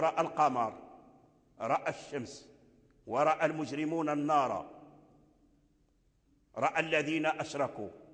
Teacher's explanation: لأن الألف ذهب، ألف رأى ذهب، ذهب لأنه اتصل به ساكن، فلما ذهب الإمالة ذهب، لما ذهب الألف ذهبت الإمالة معه، إذن فورث لا يميل، فهو يفخم الراء ولا يميل لا الهمزة ولا الراء